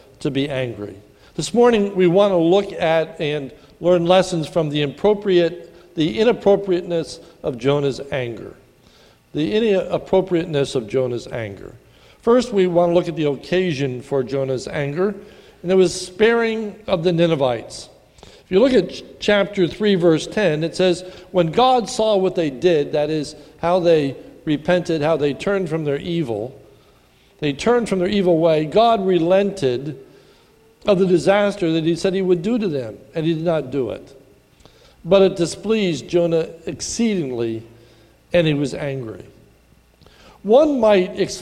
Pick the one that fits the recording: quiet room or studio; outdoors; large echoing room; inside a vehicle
large echoing room